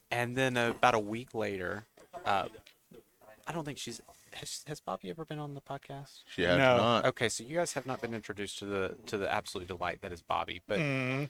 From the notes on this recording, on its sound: Recorded live from the 7-20-4 Lounge!